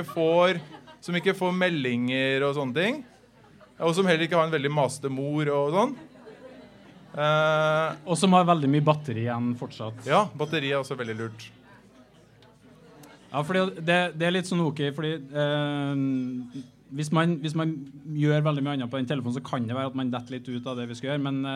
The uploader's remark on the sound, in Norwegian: For aller første gang i historien ble Psykologlunsj gjennomført foran et publikum! I anledning Psykologidagene i Trondheim arrangerte vi et liveopptak, i form av en interaktiv quiz, på utestedet Familien.